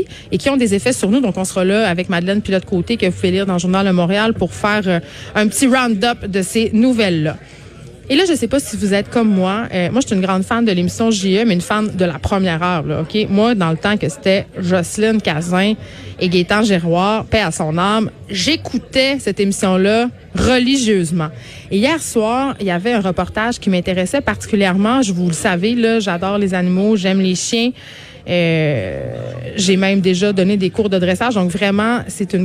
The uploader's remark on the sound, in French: En direct du Salon de l'auto de Montréal